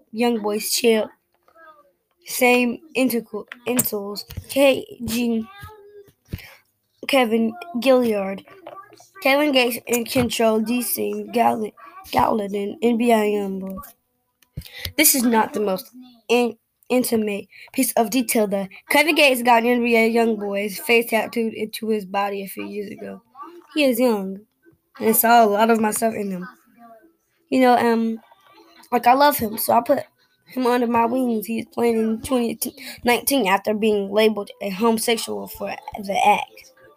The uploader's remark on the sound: on instagram live